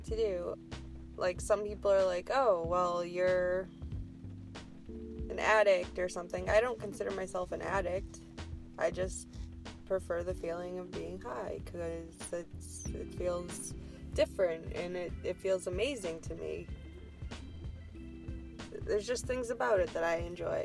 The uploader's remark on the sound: Smokin a bowl in my car.